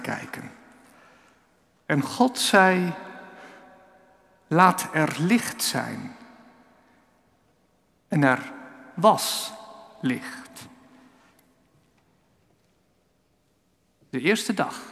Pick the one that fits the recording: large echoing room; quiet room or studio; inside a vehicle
large echoing room